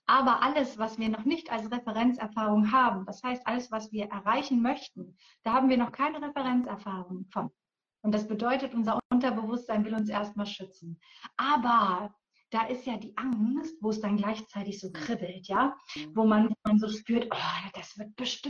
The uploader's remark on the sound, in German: Heute hörst du einen Mitschnitt aus einem Instagram Live